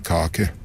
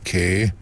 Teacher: Der er to helt klare stavelser, og på dansk er der kun én tilbage. · Term: leniseringsprocesser